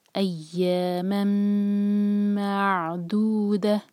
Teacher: ایاما، میم کی تنوین کے بعد میم، یرملون میں سے ہے تنوین کے بعد میم، تو یہاں پر ہے ادغام غنہ کے ساتھ، اور غنہ کا مطلب ہم میم کو دو سیکنڈز کا ٹائم دیں گے. ایاما معدودہ، جب میم کو عین سے جوڑیں تو خیال رکھیں کہ یہاں پر جھٹکا نہ آئے.